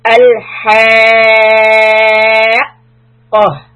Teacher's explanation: It is followed by a shadda on the letter qaf, and qaf fatha will be 1 count, and then the ta marbuta will become the sound of letter ha